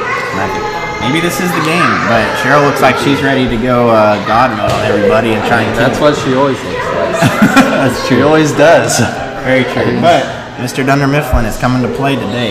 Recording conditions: background noise